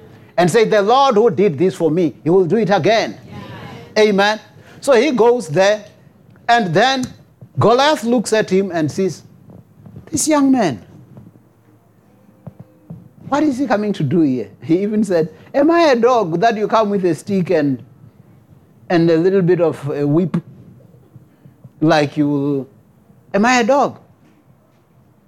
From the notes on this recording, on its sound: preached at Jesus the Saviour Church, 185 Bobs Way, Eersterivier, Cape Town on 03 September 2023